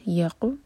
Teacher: واو کے بعد next word ہے یقبضن، یا پر فتحہ ساتھ میں قاف پر سکون، تو قاف پر قلقلہ ہوگا